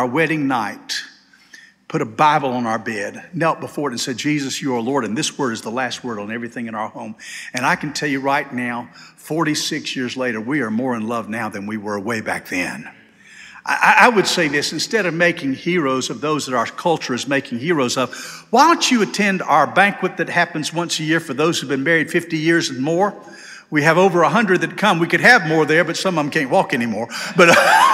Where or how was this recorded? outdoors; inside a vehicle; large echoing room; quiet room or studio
large echoing room